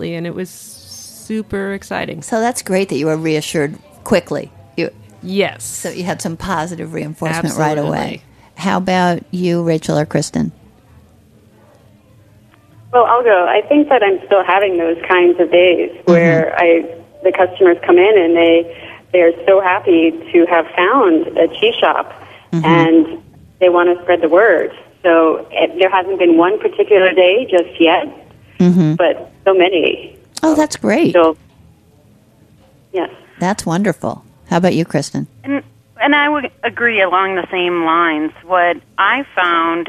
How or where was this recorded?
phone line